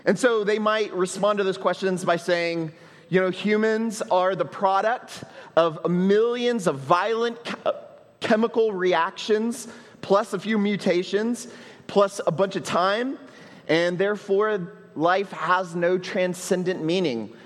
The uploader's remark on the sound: at Trinity Church, Puerto Rico